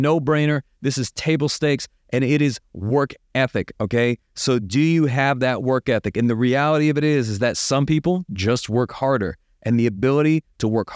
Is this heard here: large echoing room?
no